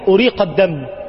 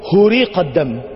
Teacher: الهمزة والهي بتتبدل مع بعض. ممكن تلاقي في مسلم أريق وتلاقي في البخاري إيه هريق، دي زي دي مش مشكلة.